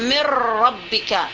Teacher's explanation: Sampai kita membacanya tidak ada nun dengan ra, idghamnya idgham kamil, hilang semua sifatnya dengan hurufnya. Seperti mir rabbika, mana makhraj nun, mana dengungnya nun, sudah tidak ada lagi mirra, mirra sudah menjadi ra semuanya.